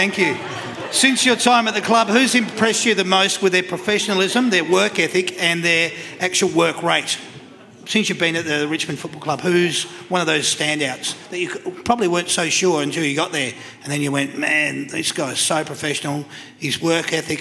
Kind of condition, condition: setting, busy venue